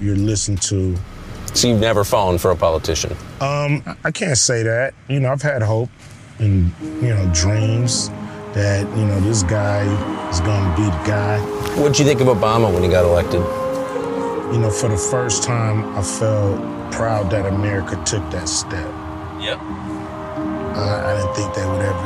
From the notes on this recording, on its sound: Our drive through South Central LA.